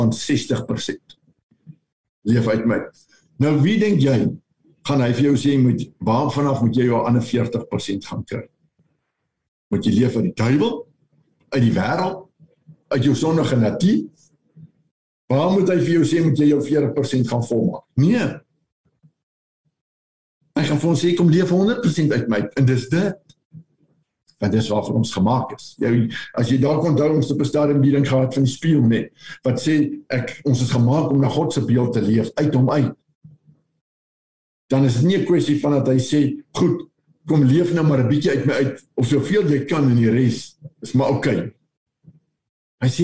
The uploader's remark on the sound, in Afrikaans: Manne van die Woord Zoom Byeenkoms 17 Februarie 2022